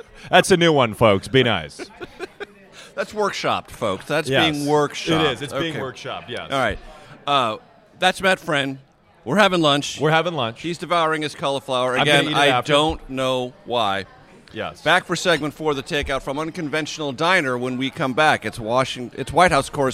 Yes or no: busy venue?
yes